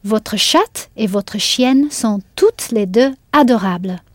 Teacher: The T at the end of toutes was clearly sounded.